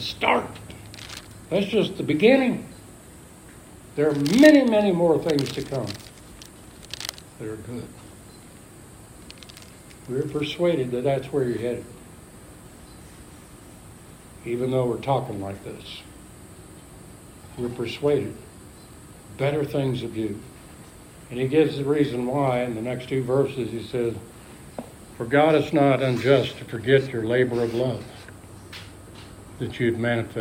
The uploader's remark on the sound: Alpha Ministries is a Recovery church. Preached at Church in the Woods.